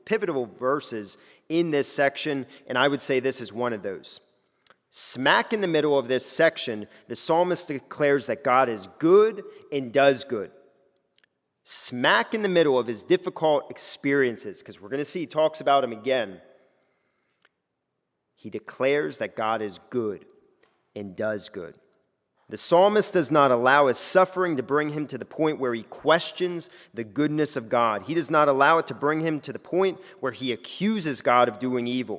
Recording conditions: large echoing room